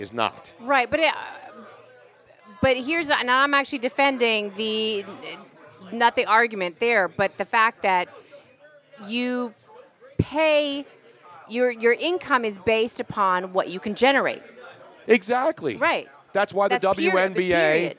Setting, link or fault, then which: setting, busy venue